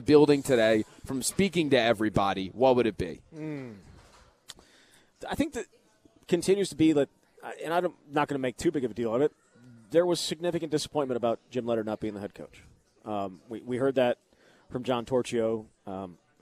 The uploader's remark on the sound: live at Monk's in Sun Prairie